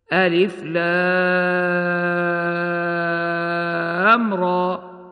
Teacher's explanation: مثال ذلك كما ننطق ألف لام را، فالألف لا مد فيه، واللام من حروف المد اللازم الحرفي يمد بمقدار 6 حركات، والراء تمد مدا طبيعيا بمقدار 2 حركات كما سمعنا. وهكذا كالهاء والياء من نحو هايا من هايا عين صاد، وكالطاء والهاء هكذا من نحو طاها، وكالحاء من نحو حاميم.